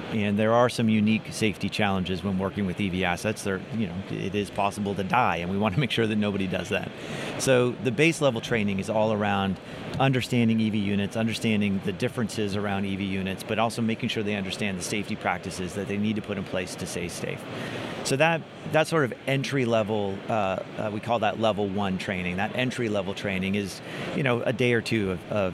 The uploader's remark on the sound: on the show floor of the Technology & Maintenance Council's annual meeting